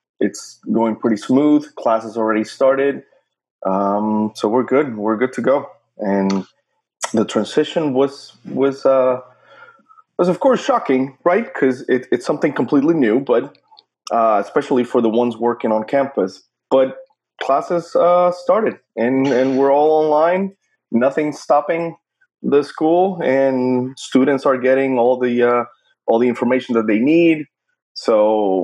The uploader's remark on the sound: March 2020 and everyone is somewhat locked down and trying to make the best of things in dire circumstances. We decided to try our hand at remote podcasting through Zoom.